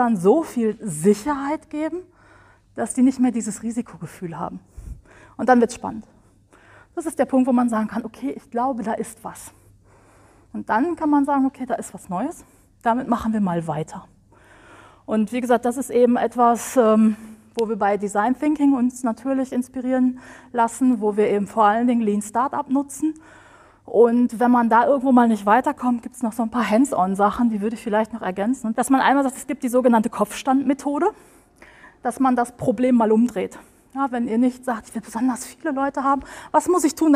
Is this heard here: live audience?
yes